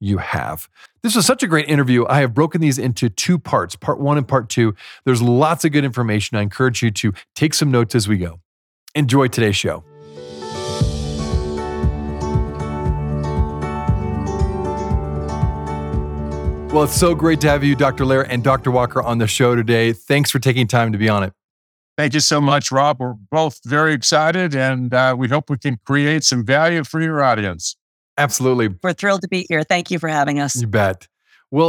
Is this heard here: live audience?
no